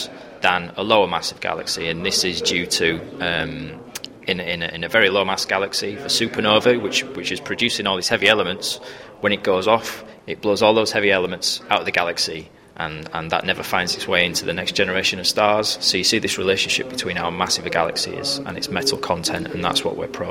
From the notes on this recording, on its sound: We bring you four bite-sized chunks of the National Astronomy Meeting in Manchester, recorded each day during the conference. Joint UK-Germany meeting.